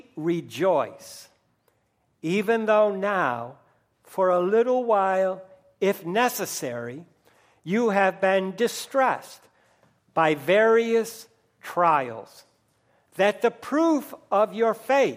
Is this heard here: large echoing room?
yes